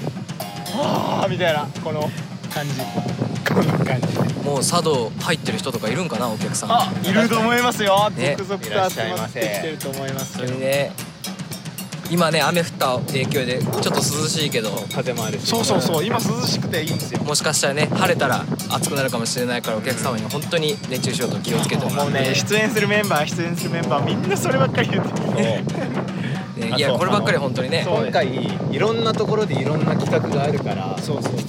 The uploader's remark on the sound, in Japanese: 海風による雑音が入っております、ご容赦ください